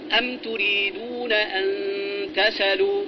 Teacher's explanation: نقلت حركة الهمز وهي الفتحة إلى الساكن قبلها · Term: النقل